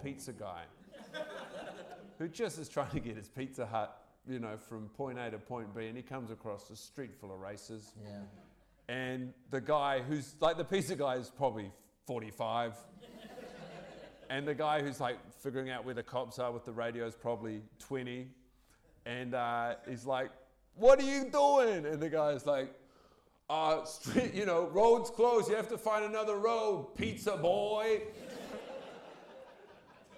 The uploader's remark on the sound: Recorded in front of a packed-out audience at the beautiful Hollywood cinema in the Avondale neighborhood of Auckland. The audio quality is questionable.